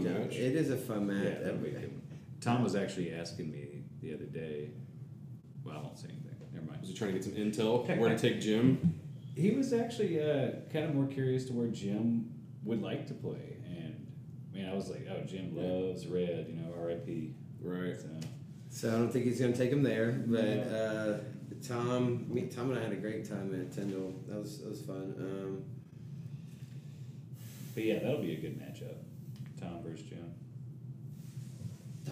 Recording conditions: poor sound quality